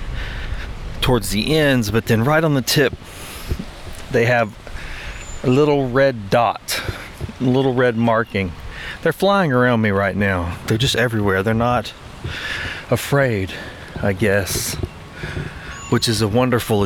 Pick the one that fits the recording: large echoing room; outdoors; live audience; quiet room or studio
outdoors